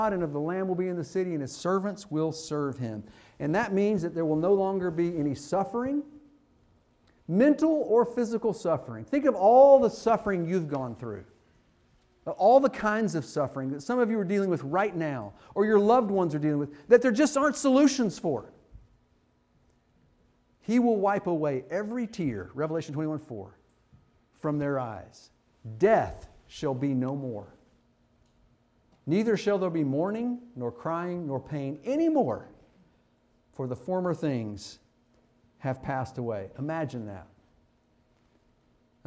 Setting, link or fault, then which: setting, large echoing room